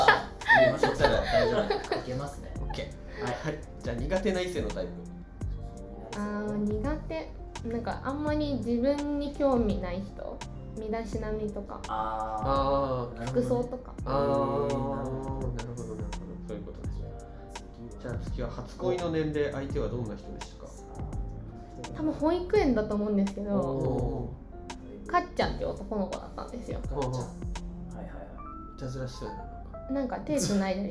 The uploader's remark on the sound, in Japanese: 今回カラオケで録音したので歌声が漏れてきた隣の部屋の歌声が聞こえますが、気にしないでくださいね。